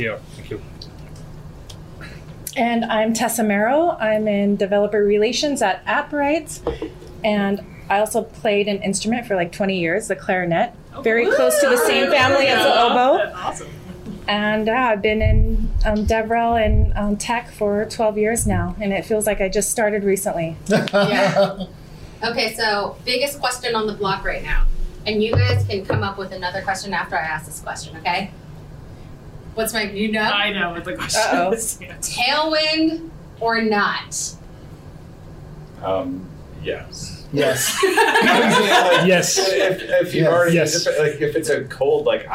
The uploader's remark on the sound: live at RenderATL